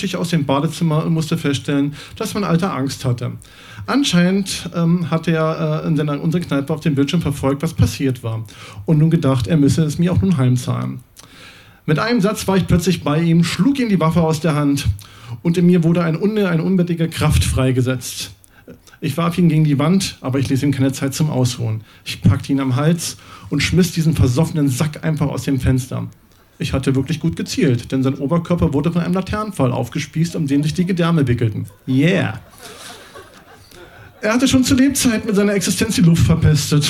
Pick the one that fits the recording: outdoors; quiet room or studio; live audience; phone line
live audience